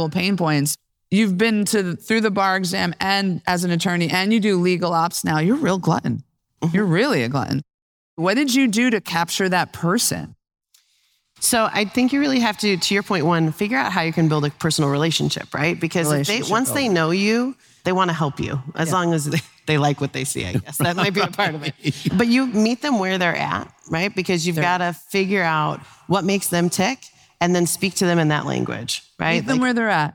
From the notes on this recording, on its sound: Today's episode comes at you LIVE from the CLOC Global Institute (CGI) main stage. Today's episode comes at you LIVE from the CLOC Global Institute (CGI) main stage.